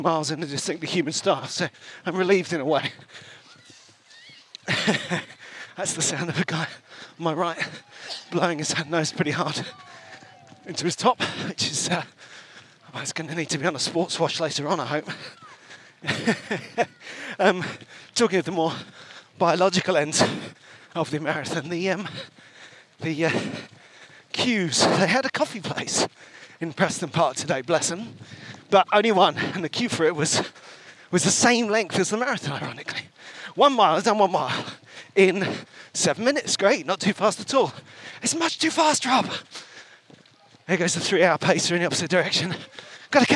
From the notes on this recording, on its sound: live and direct from the 2023 Brighton Marathon